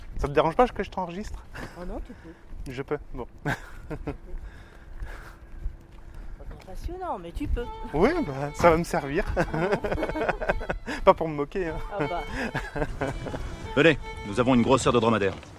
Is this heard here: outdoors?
yes